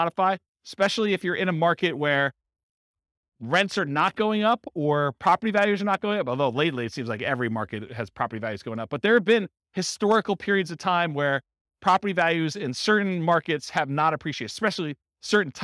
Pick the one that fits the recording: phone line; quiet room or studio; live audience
live audience